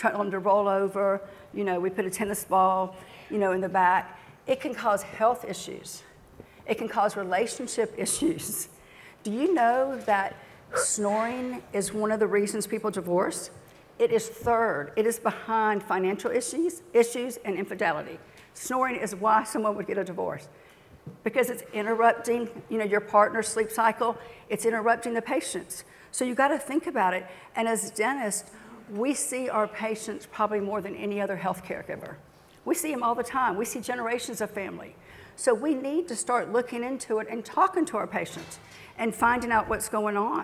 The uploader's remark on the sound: Is on stage discussing dental sleep medicine in her talk “Preventing Sleep Divorce,” presented at the 2017 Glidewell Dental Symposium.